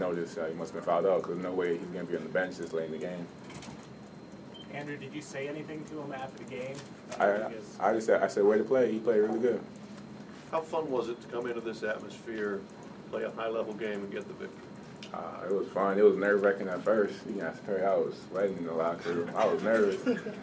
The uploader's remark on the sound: Press Conferences & Post-Game Interviews